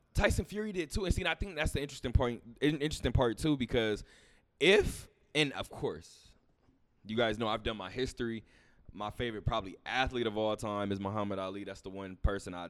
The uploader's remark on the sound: Talk that Talk Radio Show Live from Westgate.